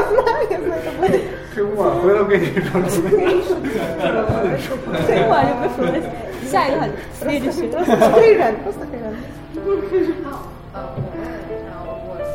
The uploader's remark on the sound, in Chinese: 这次为大家播放的是莫斯科中国俱乐部活动的录音节选。在我们的俱乐部中，俄罗斯人讲汉语，中国人说俄语哦！